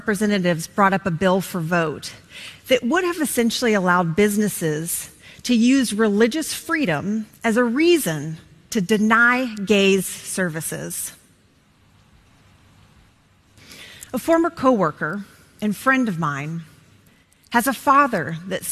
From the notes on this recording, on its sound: In front of an audience of her co-workers